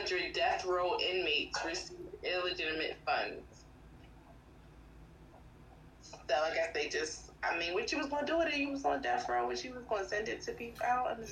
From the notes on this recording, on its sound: This week, we recorded remotely and it shows. Pardon the product.